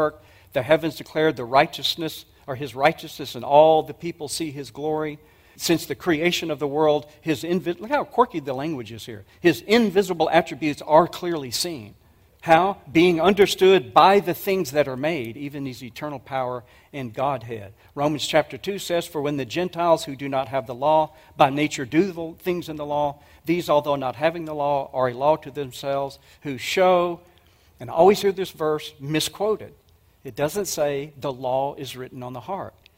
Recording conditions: live audience